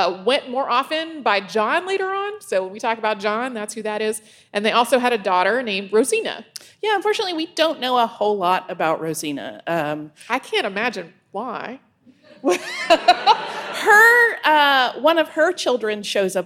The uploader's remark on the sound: We did a live show for the Indiana Historical Society.